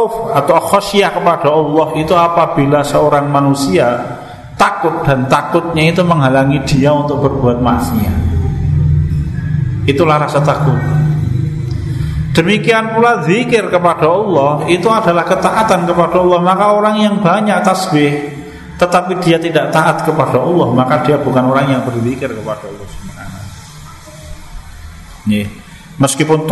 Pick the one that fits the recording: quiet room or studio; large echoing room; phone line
large echoing room